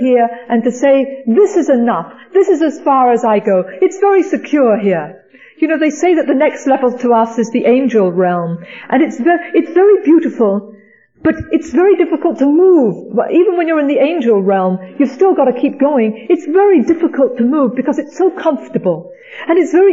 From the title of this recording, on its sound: speaking at the Music City Roundup